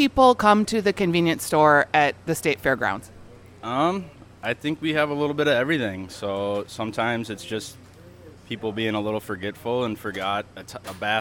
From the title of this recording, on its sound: Live from LuLu's Public House Patio